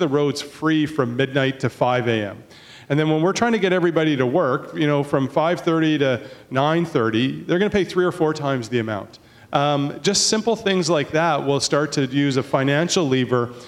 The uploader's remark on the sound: The forum included a lively discussion with a panel of prominent Canadians actively involved in transportation issues in the Metro Vancouver area. More than 175 people showed up for the panel discussion and weighed in with a variety of questions, concerns and suggestions.